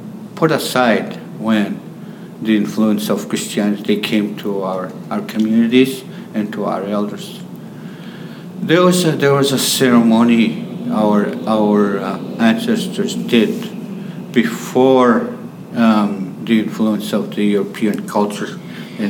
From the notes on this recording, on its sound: made time for an interview on The Ferment in the midst of a conference